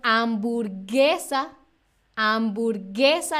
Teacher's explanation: No estoy pronunciando la U, ¿ok? Aquí la U es muda, ¿vale?